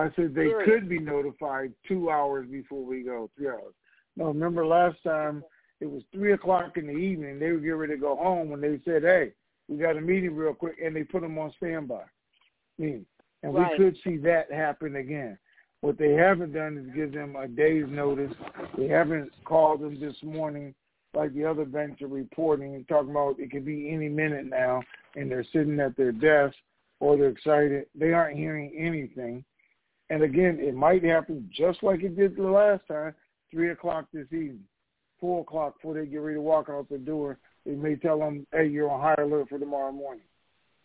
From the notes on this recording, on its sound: TNTSuperfantastic Conference Call.